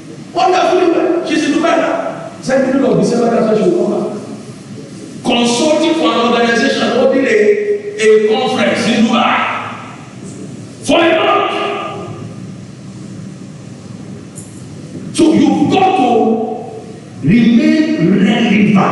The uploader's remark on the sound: Covenant Champions Global Assembly LIVE Service